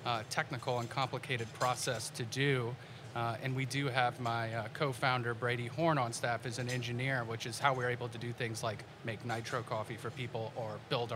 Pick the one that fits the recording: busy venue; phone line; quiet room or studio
busy venue